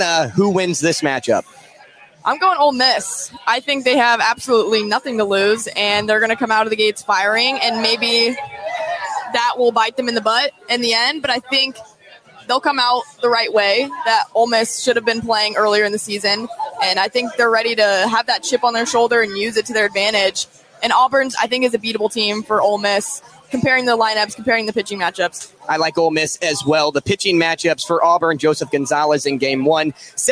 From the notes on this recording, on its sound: live at Lefty O'Tooles.